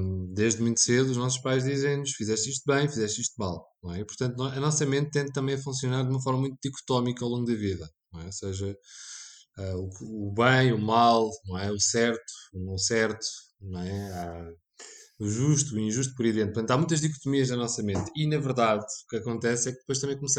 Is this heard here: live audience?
no